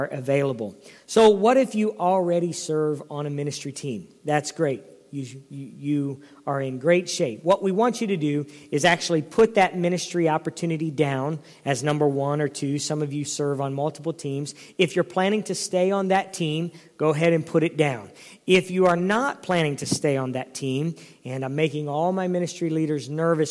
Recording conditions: large echoing room